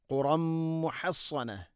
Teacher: തൻവീനിനെ മീമിലേക്ക് കൂട്ടിലയിപ്പിച്ച് മണിച്ചുകൊണ്ട് ഉച്ചരിക്കണം